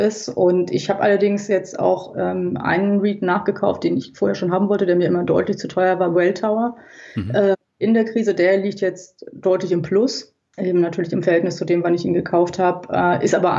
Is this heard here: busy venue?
no